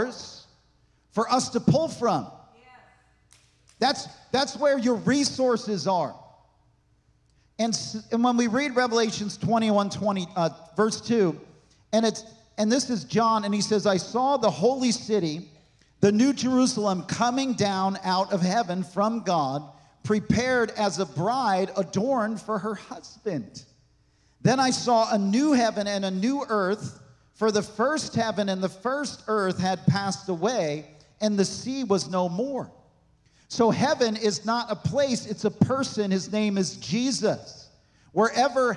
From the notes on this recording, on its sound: This message was recorded on September 24, 2023, at Gateway Church in Richmond, Indiana.